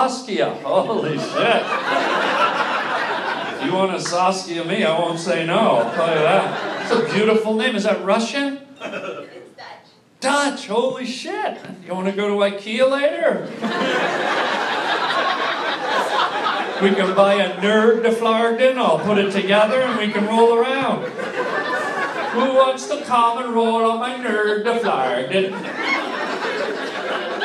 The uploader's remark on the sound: LIVE stand up comedy.